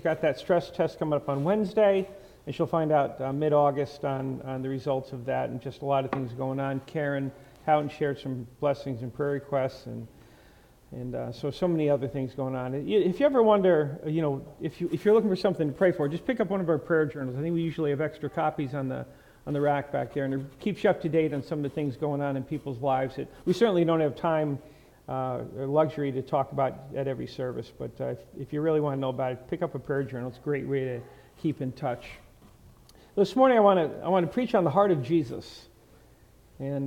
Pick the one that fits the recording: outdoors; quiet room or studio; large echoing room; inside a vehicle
large echoing room